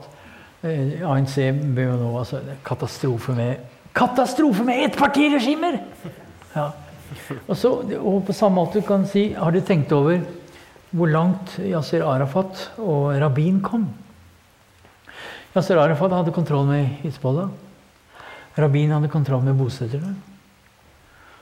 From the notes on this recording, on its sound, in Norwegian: På Nobels Fredssenter med publikum tilstede.